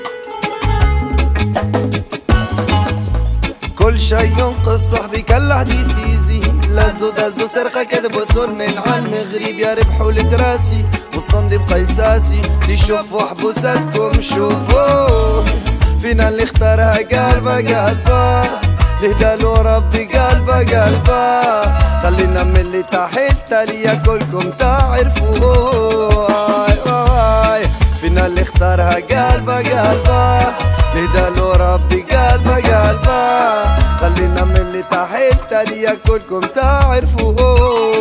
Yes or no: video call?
no